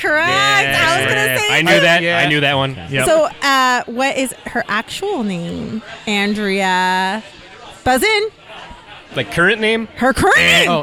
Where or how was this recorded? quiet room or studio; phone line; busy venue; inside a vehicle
busy venue